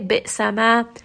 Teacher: ميم does not have too much غُنَّة. · Term: أنقص غُنَّة